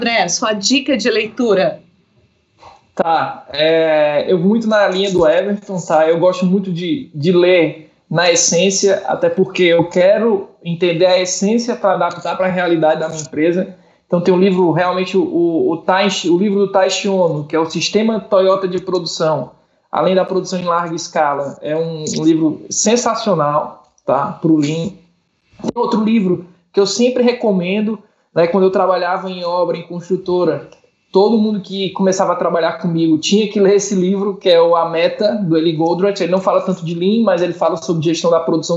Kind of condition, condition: link, video call